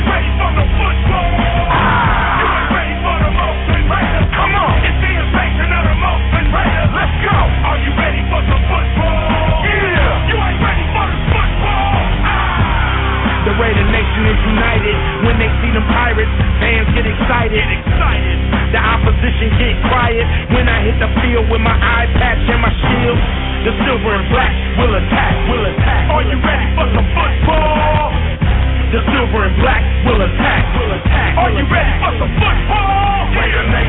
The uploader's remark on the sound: Live from The Oakland Coliseum.